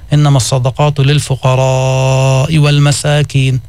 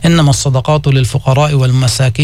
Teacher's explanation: هكذا الفقراء هي مد متصل، إنما الصدقات للفقراء والمساكين، من مد 4 حركات. · Shown in: first take